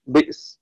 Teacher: وقرأ ابن عامر بكسر الباء وبعدها همزة ساكنة على زنة بئر